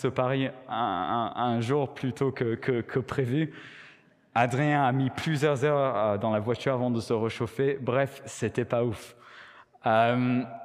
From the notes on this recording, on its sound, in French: Enregistré à l'église CVV